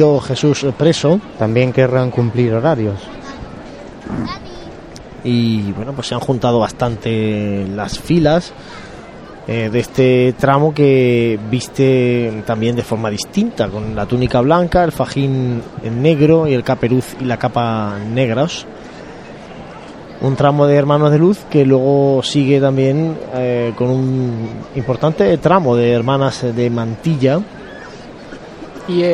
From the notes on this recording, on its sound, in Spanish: La Congregación de la Vera-Cruz pide venia en el palco de toma de horas. Hablamos de la Vera-Cruz desde nuestro balcón mientras nos llegan y escuchamos sonidos de Jesús Preso en la Plaza de la Constitución. Escuchamos levantá del palio. Comentamos mientras escuchamos los sones.